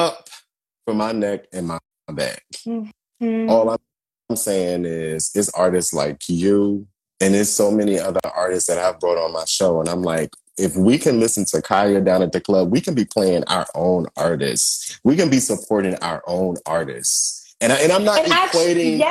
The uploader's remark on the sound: the audio from my InstaLive conversation